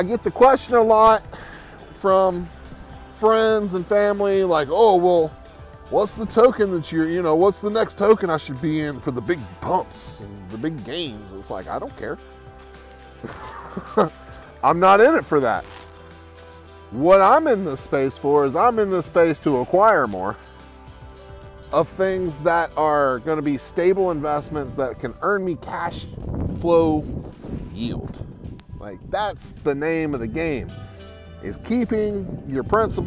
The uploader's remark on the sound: Today I am sitting by the river